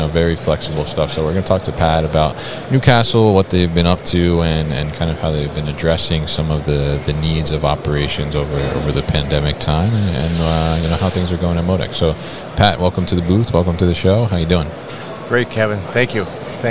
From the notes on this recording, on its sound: Newcastle Systems at MODEX 2022